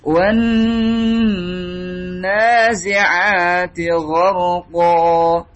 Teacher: Idgham syamsi yang dibaca dua harokat hanya pada nun saja